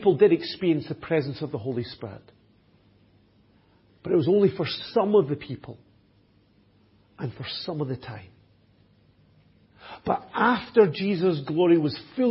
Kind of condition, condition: setting, large echoing room